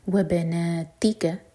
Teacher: تو تی پر زور دے کر پڑھیں گے